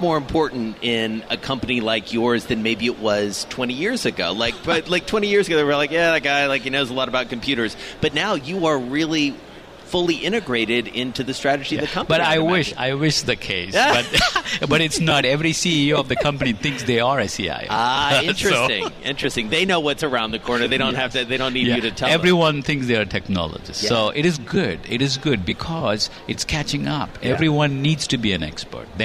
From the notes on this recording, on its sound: From BNY Mellon's Pershing INSITE Conference in Phoenix.